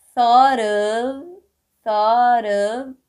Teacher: Thought, que na verdade vai ficar com som de R quando a gente unir